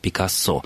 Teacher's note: Во французском, на всякий случай, напомню, стабильное ударение, и ударение всегда падает на последний слог, поэтому на французский манер эта фамилия произносится как «Пикассо». Но вот я даже слышал несколько раз в Эрмитаже во время экскурсий, люди, знающие происхождение фамилии и то, как она произносится на родине художника, говорят все-таки «Пикассо».